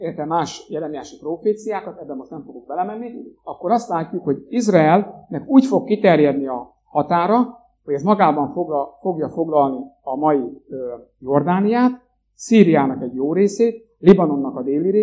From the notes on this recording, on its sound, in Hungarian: A felvétel a Jászsági Gyülekezet összejövetelén készült. A hangminőségért elnézést kérünk!